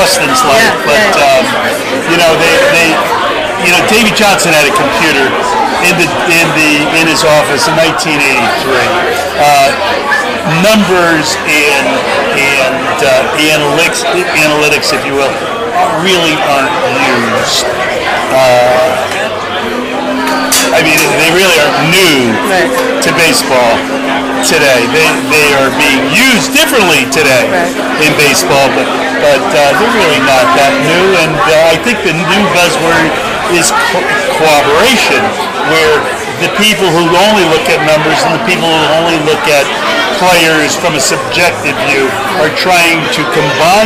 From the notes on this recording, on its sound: 2nd annual Italian American Baseball Foundation dinner at Carmine & Son’s in Brooklyn, New York